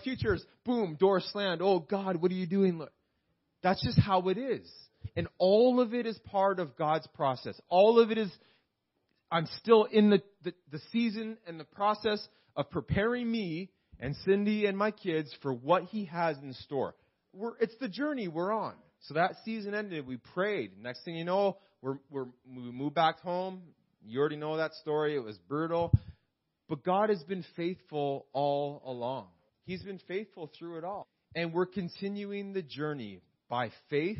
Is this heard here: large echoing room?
yes